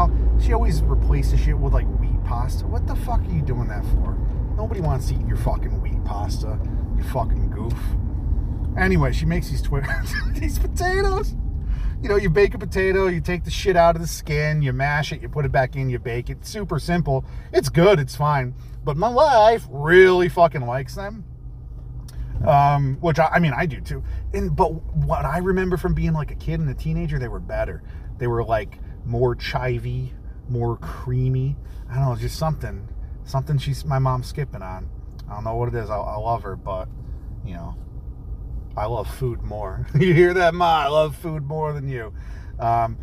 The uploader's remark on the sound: record a podcast while driving a car!